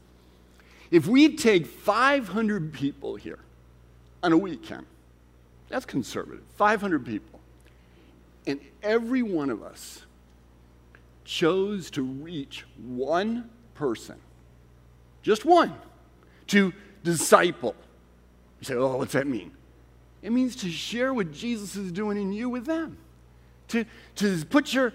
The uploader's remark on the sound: Recorded at Central: A Christ-Centered Church, Ewing, NJ